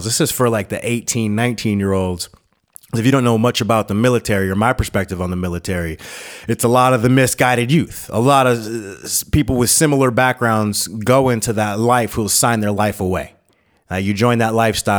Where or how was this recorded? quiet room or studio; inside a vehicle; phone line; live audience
quiet room or studio